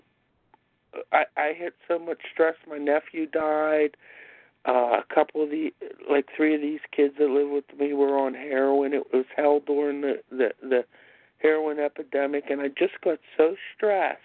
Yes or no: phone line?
yes